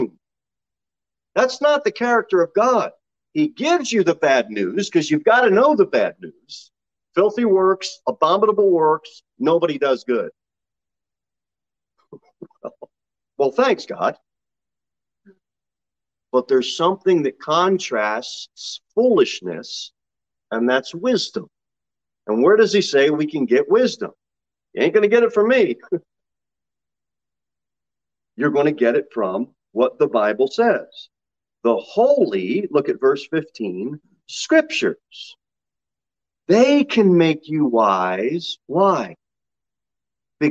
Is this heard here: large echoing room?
yes